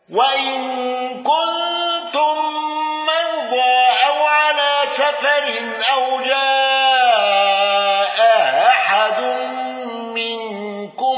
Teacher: الحلواني عن هشام بتحقيق الهمزتين، واندرج معه حفص وروح